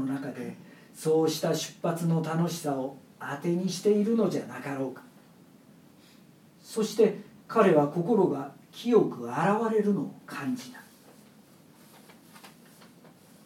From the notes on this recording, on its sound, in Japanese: 独演会での中間の解説もつけたままである。表現よみ独演会の録音。